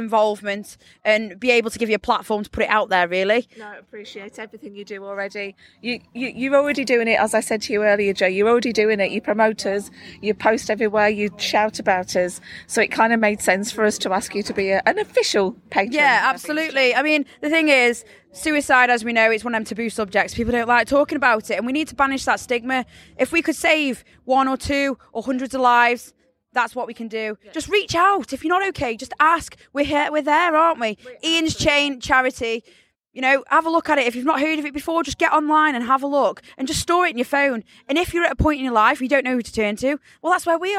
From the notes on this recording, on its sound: Sav Fest 2023. On the closing night of the festival, courtesy of half an umbrella keeping the rain off us...well as best as it could!